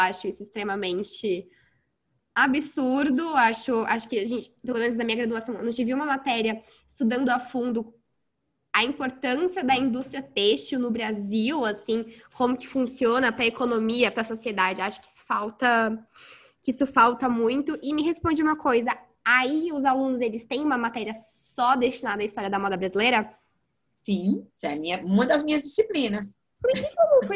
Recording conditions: video call